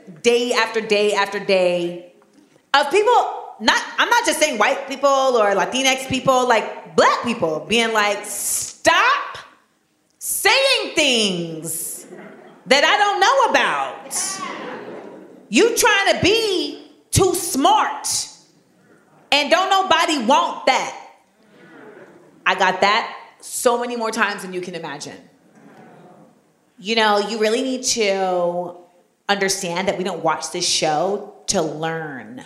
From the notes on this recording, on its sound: LIVE at the Kennedy Center. This week we take you to the Kennedy Center in Washington DC for a live recording of Small Doses.